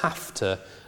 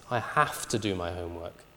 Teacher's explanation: you can't pronounce it with a voiced fricative